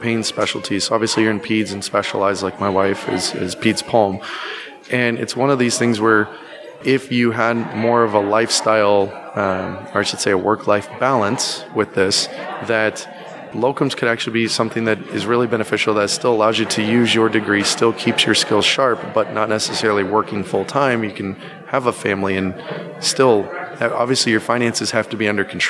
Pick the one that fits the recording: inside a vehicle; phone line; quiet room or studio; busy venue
busy venue